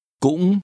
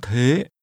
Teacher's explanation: the high rising broken tone cũng is followed by a high rising tone thế